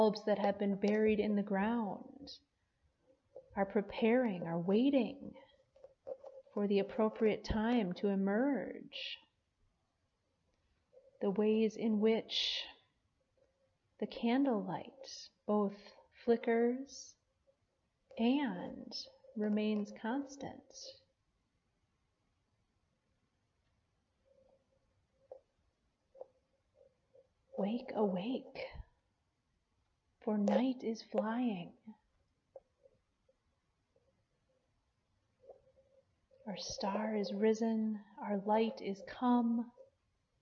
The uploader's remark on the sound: Preached at Peace Lutheran Church, Edgemont, AR.